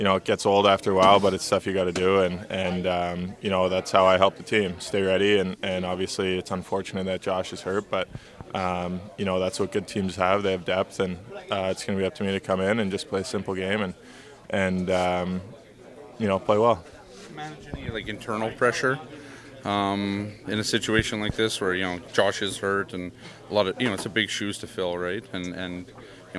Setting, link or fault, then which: setting, busy venue